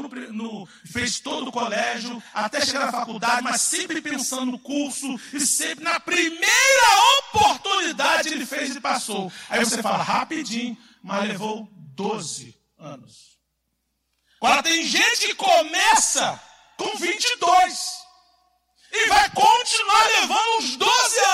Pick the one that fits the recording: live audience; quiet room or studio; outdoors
live audience